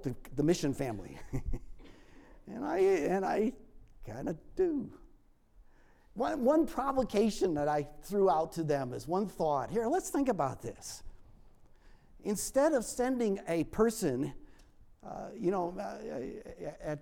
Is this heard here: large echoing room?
yes